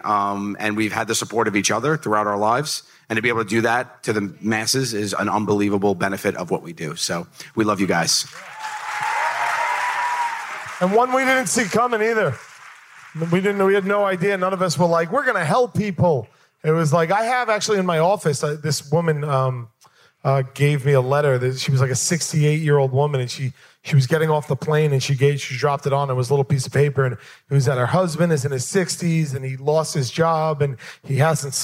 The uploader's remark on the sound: Recorded on the IJ Cruise in front of a live audience.